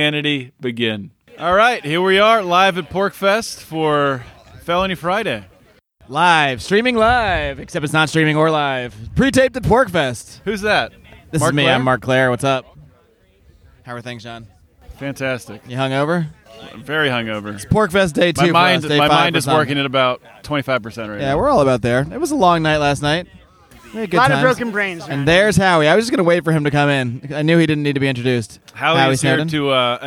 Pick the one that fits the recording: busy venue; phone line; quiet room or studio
busy venue